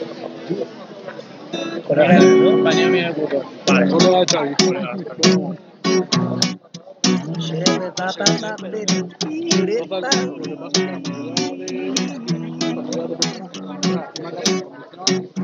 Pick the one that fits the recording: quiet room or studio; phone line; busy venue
busy venue